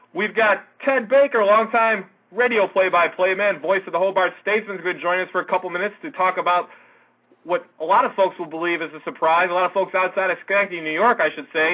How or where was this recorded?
phone line